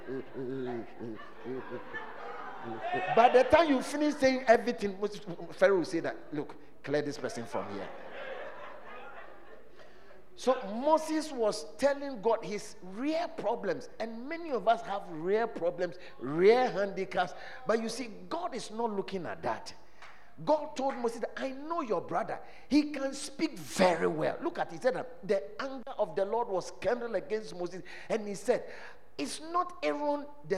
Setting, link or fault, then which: setting, large echoing room